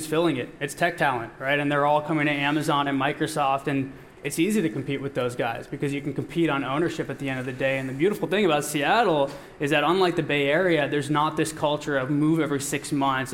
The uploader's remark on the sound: At the Seattle stop of the Inside Intercom World Tour. A panel of founders from local startups.